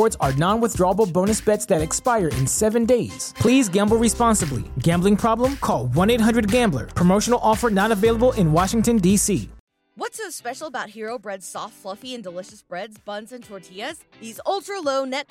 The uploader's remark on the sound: First quarter 2021 earnings call for George Weston Limited.